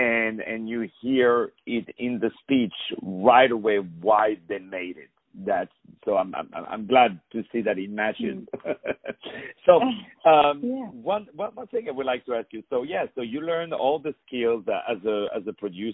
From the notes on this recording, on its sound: On the phone